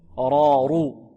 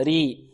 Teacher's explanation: الراء مفخمة كذلك لأنها مفتوحة، رارو، والمكسورة مرققة، ري. الذكرى، را.